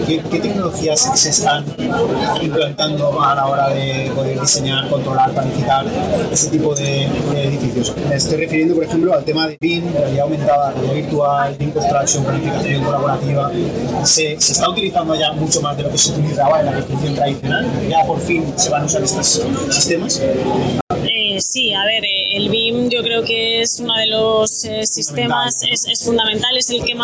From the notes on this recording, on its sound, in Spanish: Esta semana hemos viajado de la mano de SIKA a Madrid, para asistir al REBUILD 2022. Os pedimos perdón por la calidad del audio, que no ha sido todo lo bueno que quisiéramos que fuese.